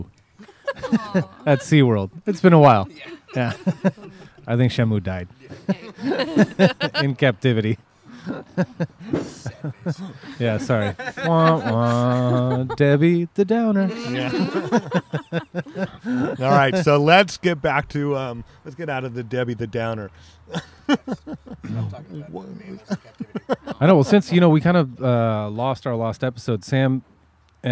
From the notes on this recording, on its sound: Along with all of her friends from Tennessee, San Diego and Washington at the world famous Rhone Room to hang out and drink some wine.